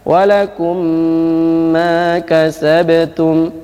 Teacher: Idgham mutamatsilan ini ada gunnahnya, ada mim tasydid, ada gunnahnya, gunnahnya atau dengung itu dua harokat · Maka memang pengucapannya di bibir itu adalah memang ditempelkan atau dirapatkan.